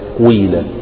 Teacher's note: واللغة الثالثة أنك تشم الحرف الأول تشمه يعني إشمام الكسرة صوت الضم، إشمام الكسرة صوت الضم، تشم الكسرة صوت الضم وتقلب الألف ياء فتقول قويلا.